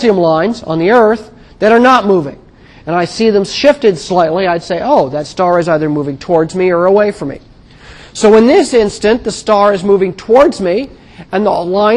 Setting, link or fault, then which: setting, large echoing room